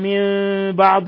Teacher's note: حيث قلبنا النون الساكنة عند الباء ميما مخفى · Term: إقلاب